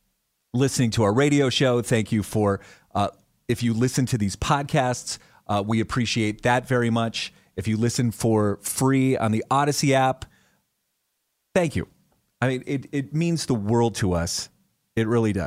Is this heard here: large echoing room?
no